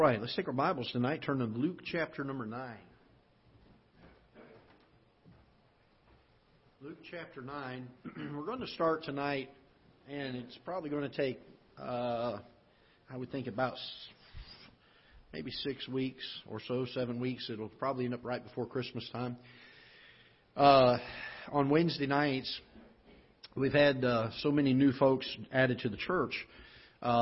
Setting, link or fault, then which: setting, large echoing room